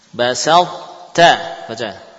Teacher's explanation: yakni membaca ta tapi ta-nya mutbaqah